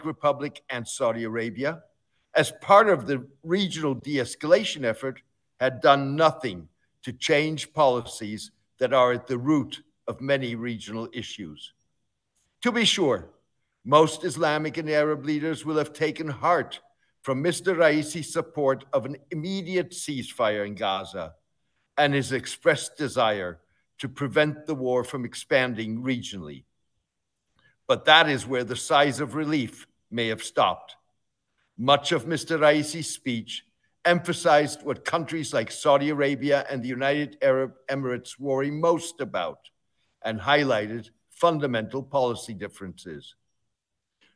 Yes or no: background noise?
no